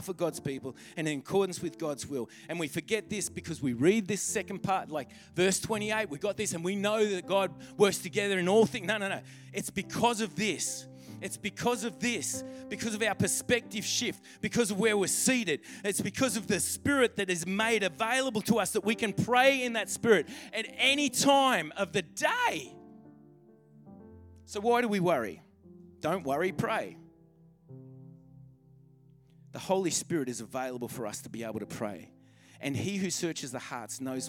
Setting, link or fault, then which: setting, large echoing room